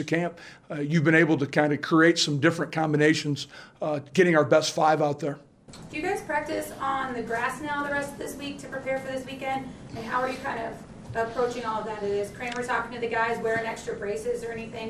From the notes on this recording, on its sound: Press conference. Speaks with the media on Monday afternoon.